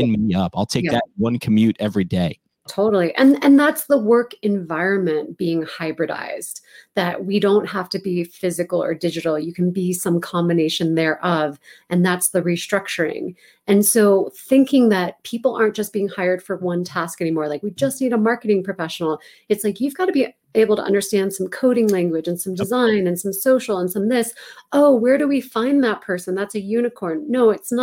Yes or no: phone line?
no